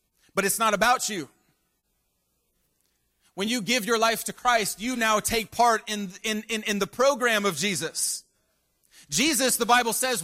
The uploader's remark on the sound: Preached at Christian Pentecostal Church in Staten Island. Preached at Christian Pentecostal Church in Staten Island.